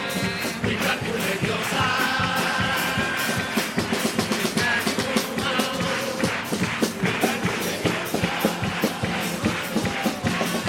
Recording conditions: live audience